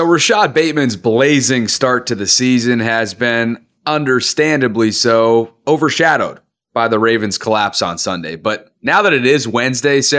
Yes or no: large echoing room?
no